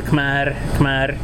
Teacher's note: in traditional dialects you say Khmer, you say the R at the end